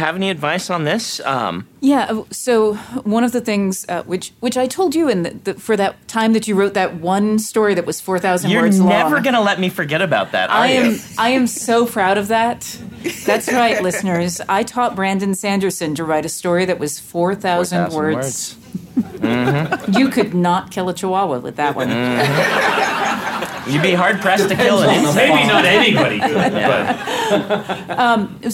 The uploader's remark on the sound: This episode was recorded aboard Oasis of the Seas